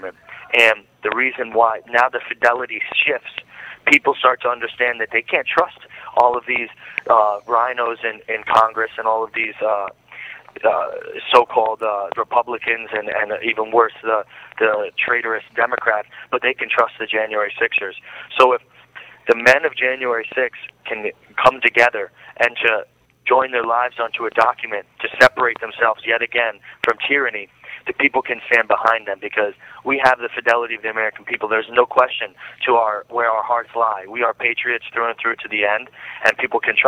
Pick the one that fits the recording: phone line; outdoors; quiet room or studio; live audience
phone line